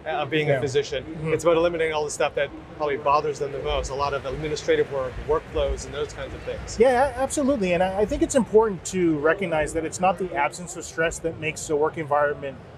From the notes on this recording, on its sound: at the 2023 Collision Conference held in Toronto